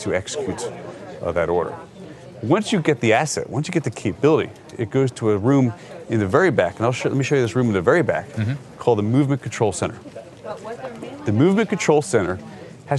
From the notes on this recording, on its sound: A Walking Tour Of The National Response Coordination Center. We got a special walking tour of the NRCC.